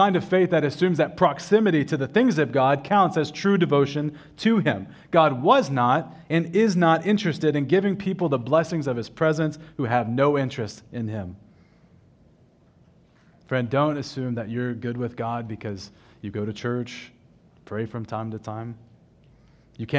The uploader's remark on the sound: at River City Baptist Church, a new congregation in Richmond, Virginia